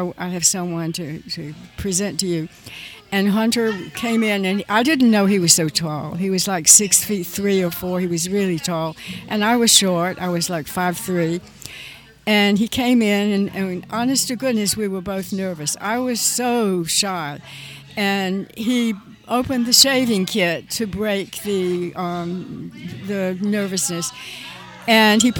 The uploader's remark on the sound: FROM GONZOFEST. Live interview from Louisville.